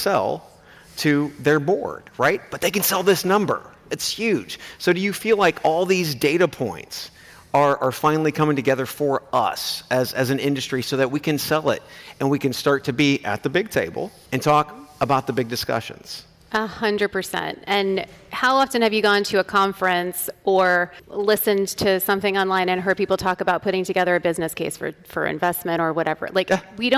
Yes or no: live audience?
yes